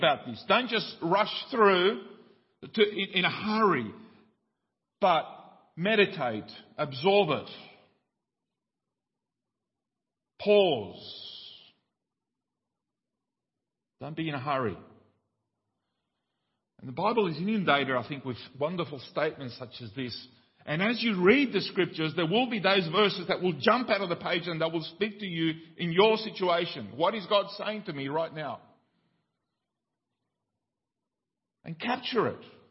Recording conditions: large echoing room